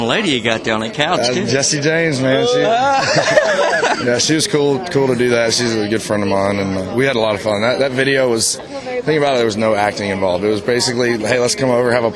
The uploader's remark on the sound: During the CMA Music Festival 2011, Concert Blast conducted various interviews at various events. CMA Music Fest 2011 Interviews and More Events – Nashville, TN.